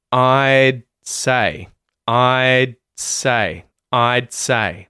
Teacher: we don't release the consonant D there. We say, I'd, and then go into the next consonant at the start of the word, say. · Term: muted D sound